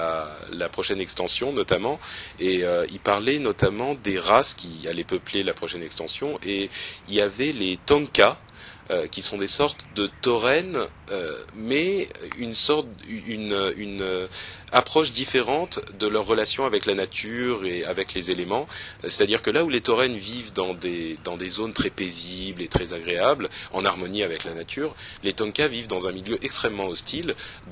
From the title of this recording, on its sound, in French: En direct de la Blizzcon